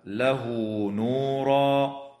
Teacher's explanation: فحكمها الصلة مع مد هذه الصلة بمقدار حركتين حال الوصل